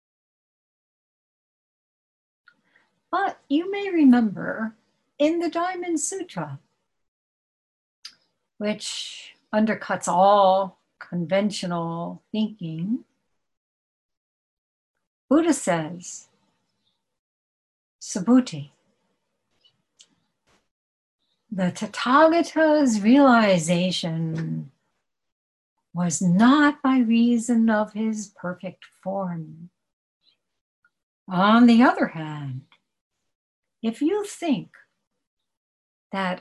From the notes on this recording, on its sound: At Zen Center of Syracuse Hoen-ji via Zoom.